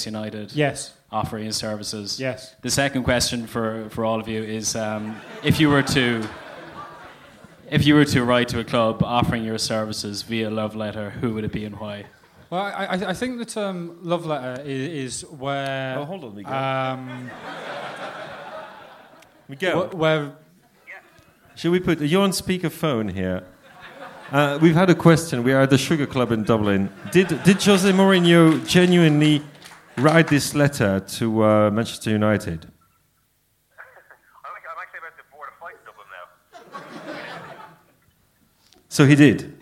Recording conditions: live audience